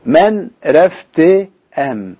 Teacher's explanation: يصعب علي ان اتلفظ يعني ساكن بعد صامت، لكلاهما يعني مش من السهل انك انت تنطقهم الاثنين معا، فبفصل بين الساكنين بحرف الالف اهو، من رفت ت، الهاء هي ما نطقتهاش، وبعدين بقول ام يعني بجيب الف وبعدها الميم · Term: هاء صامتة